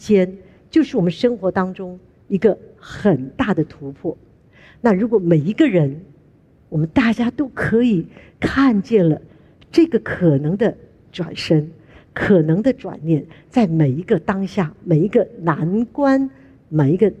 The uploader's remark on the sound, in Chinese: 本集節目取自【2023突破者知識跨年饗宴】現場錄音